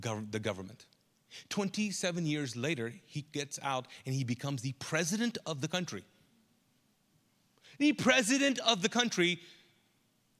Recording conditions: large echoing room